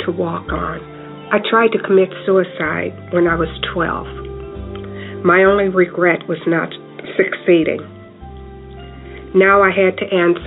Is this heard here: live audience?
no